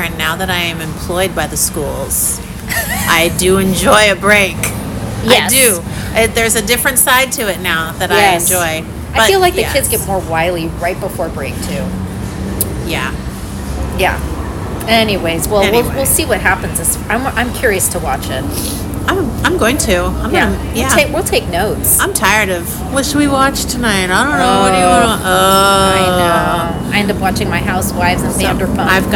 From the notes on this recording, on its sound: On location for a well-deserved breakfast.